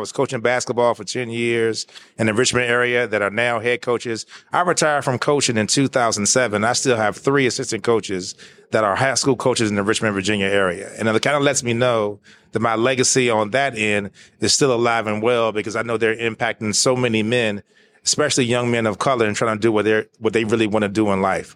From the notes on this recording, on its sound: Broadcasting live from the National Alliance of Black School Educators (NABSE) Conference. Live from the NABSE Conference.